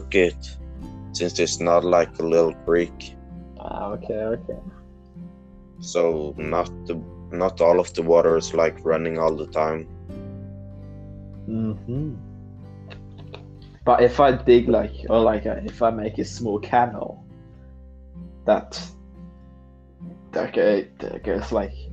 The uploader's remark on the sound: The sound quality is quite bad because I'm not at home for the next 2 weeks so I don't have a good microphone